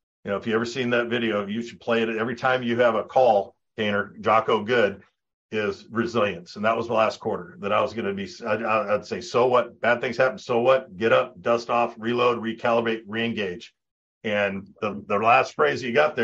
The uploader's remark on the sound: In this live 55min group coaching call